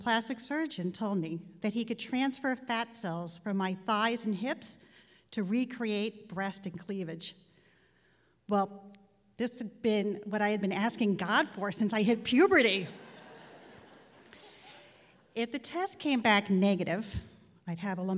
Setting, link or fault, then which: setting, live audience